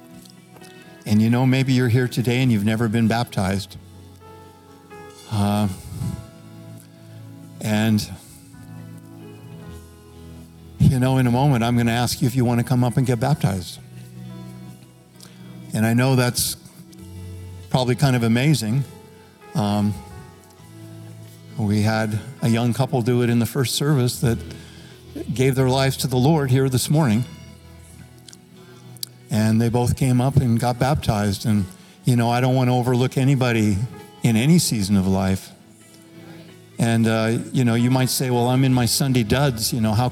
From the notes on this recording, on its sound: Recorded live at Capital Church in Meridian, Idaho